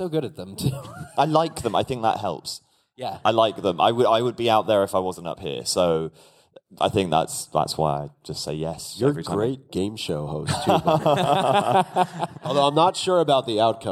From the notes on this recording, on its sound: Live From LeakyCon 2019. We're live from LeakyCon in Boston.